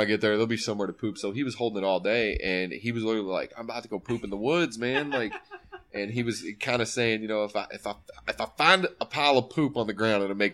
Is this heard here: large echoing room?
no